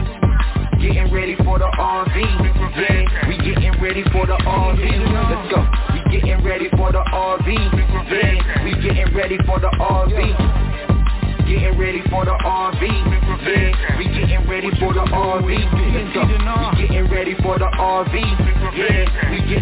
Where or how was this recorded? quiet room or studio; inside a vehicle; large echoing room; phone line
phone line